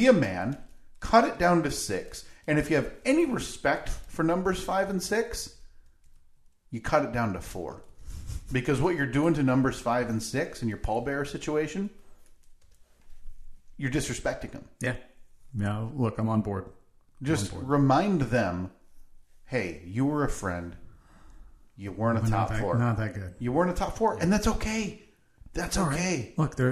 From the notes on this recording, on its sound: The acoustics sound a bit off today